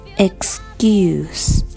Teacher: 一般这种清辅音 k，它在遇到前面是一个清辅音的时候，它会有一个浊化